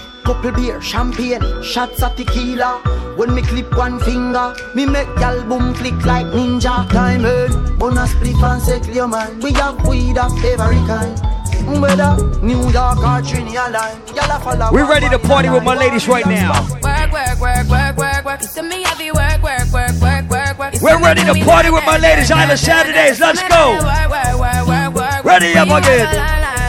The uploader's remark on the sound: LIVE AT ISLAND SATURDAYS ON NOV 6TH.